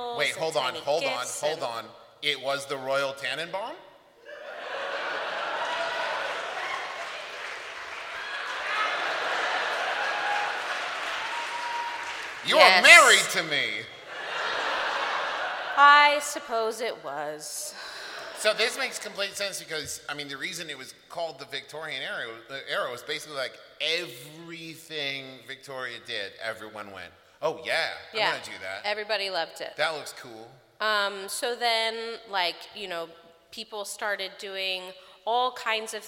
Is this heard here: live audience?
yes